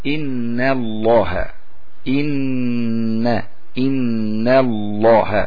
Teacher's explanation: لابد أن ينتهي حرف النون تماما ثم ندخل على تغليظ اللام.